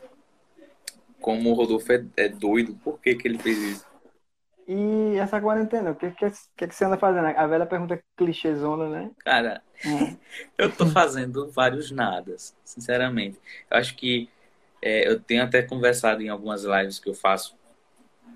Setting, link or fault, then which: link, video call